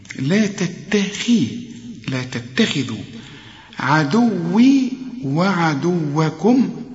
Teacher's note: الخاء مش مرققة لكن في آخر درجات التفخيم